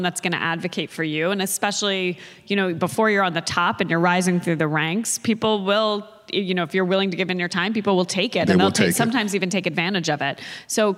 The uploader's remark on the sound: Special Live Episode. The SeriesFest team traveled to Berkeley, California for a special live taping on the University of California campus. To the students, staff, and audience.